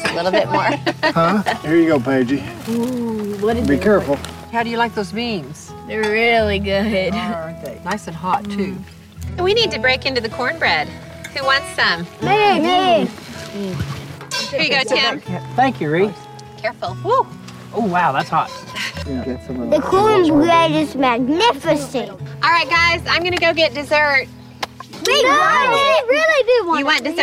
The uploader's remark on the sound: Cook over the campfire in the great outdoors. With direct audio from her hit Food Network TV show.